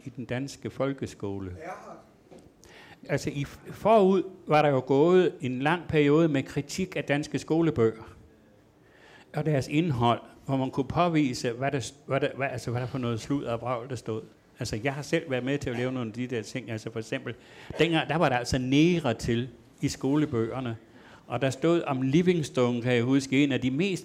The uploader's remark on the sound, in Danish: Ronkedorerne var til lejligheden flyttet til foyeren i Københavns Hovedbibliotek med en oplagt publikum som tilhører.